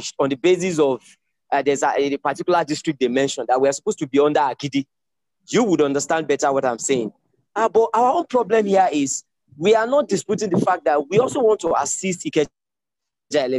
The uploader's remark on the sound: Presentation at the Mass Metering Webinar + Q&A.